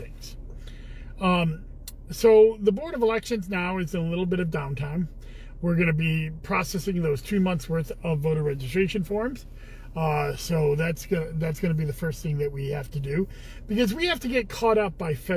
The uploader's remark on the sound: Commissioner in a Car